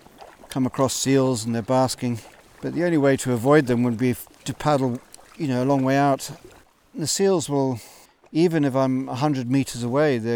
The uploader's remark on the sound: I recorded this live while sea kayaking up the west coast of Scotland. Paddling Into Loch Torridon.